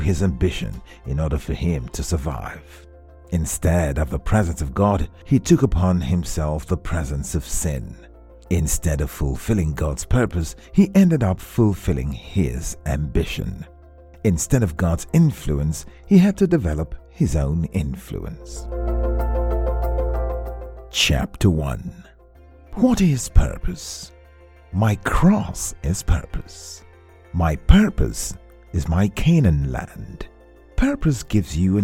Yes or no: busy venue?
no